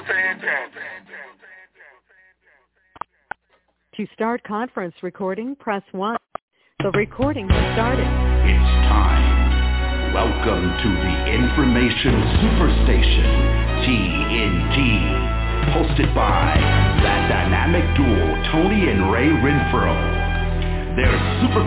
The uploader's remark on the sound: TNTSuperfantastic Conference Call.